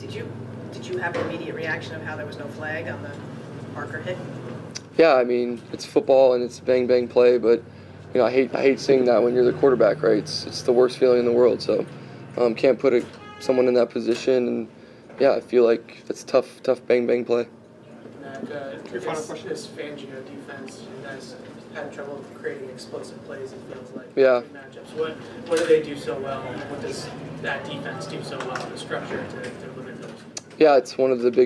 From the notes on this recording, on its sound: addresses the media during his postgame press conference on Sunday, October 29, 2023